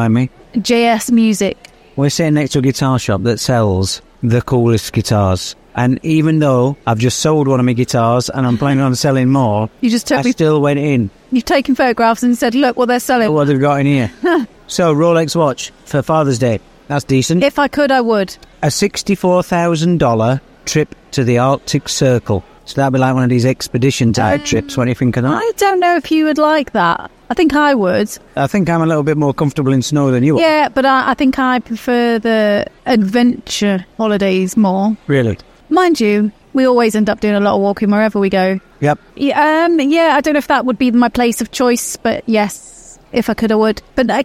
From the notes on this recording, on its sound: We sound a little different on today's episode of 'Husband & Wife Sentenced to Life' because we recorded in the mall (Ibn Battuta) in-between drop-offs & pick-ups.